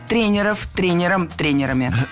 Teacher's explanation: Тренеров – это неверно. Слово «тренер» имеет неподвижное ударение на основе, поэтому сохраняем это ударение на первом слоге во всех формах. Тренеров, тренером, тренерами.